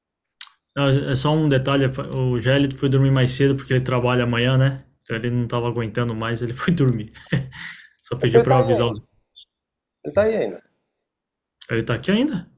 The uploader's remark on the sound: Sunday zoom Meeting